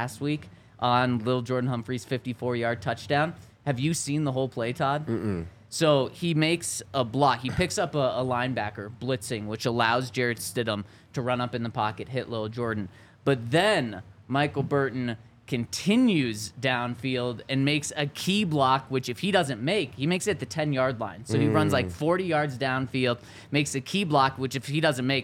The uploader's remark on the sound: coming to you LIVE from the DNVR Bar